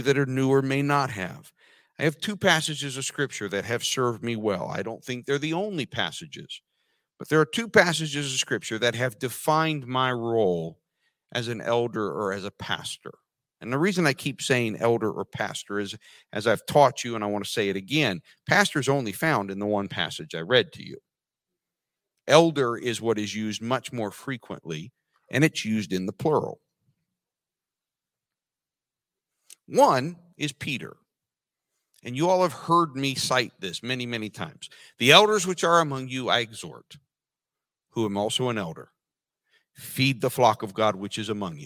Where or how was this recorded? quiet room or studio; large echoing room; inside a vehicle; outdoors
large echoing room